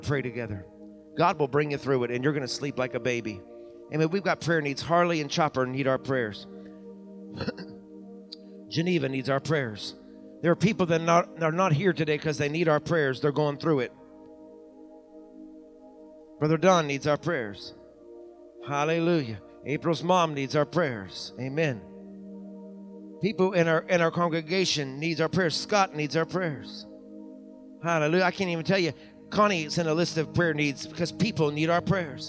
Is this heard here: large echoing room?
yes